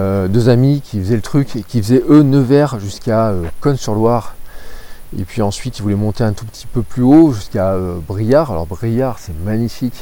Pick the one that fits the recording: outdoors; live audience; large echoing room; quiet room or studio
outdoors